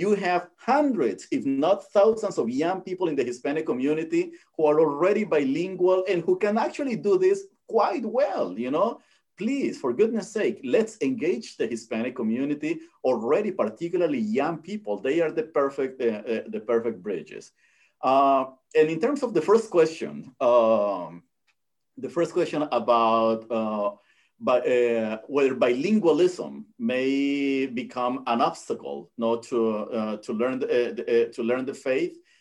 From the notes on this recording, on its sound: Originally presented as a live webinar lecture. This event is part of a webinar series on Hispanic Theology.